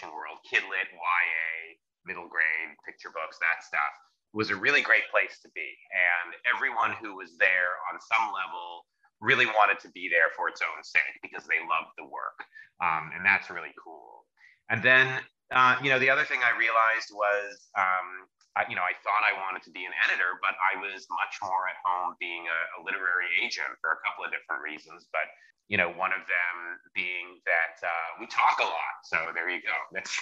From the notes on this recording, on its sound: We had some slight audio problems for the first two questions but we fixed it 4 min in. I didn't realize we needed to rerecord the first two questions until after the interview, but it was all fixed and wonderful from about the 4 min mark on!